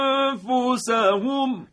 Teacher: میبینیم که اخفای ما این دفعه دیگه حالت ترقیق گرفت